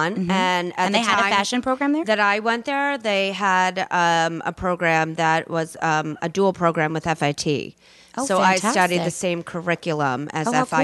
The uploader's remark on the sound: Podcast live from The CoCo in Summit, NJ.